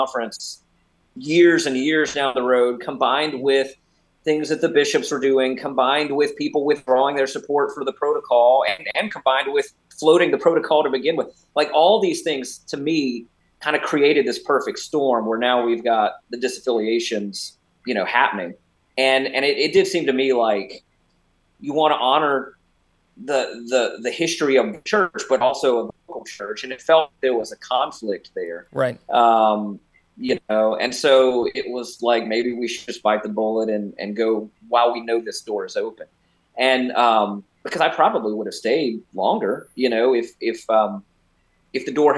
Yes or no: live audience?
no